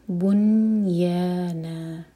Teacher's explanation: سکون لگائے نون پر اظہار کیا جائے گا بنیانہ تو بنی نون کے نیچے کسرہ کی آواز نہیں آنی چاہیے بس نون پر سکون کی آواز